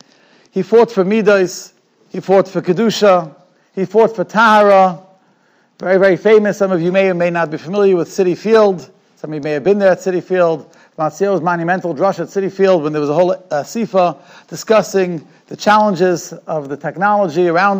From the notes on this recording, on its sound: Shiur recorded in Yeshivas Ohr Reuven, Monsey, NY.